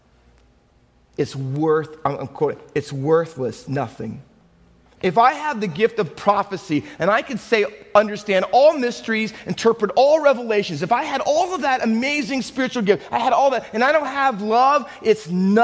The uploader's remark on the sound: Faith Baptist Church in Hamilton, NJ.